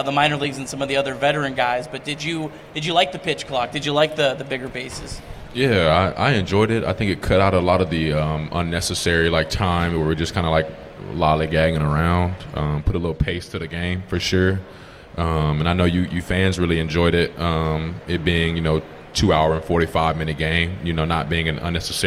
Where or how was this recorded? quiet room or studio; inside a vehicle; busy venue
busy venue